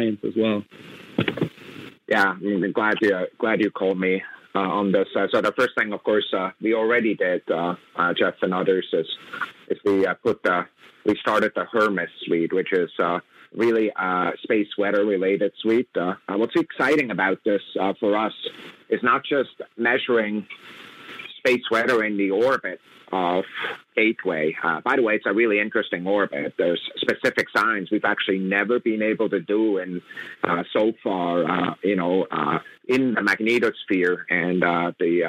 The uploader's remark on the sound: Today we have a teleconference from this past Monday where NASA discussed its early Artemis exploration plans.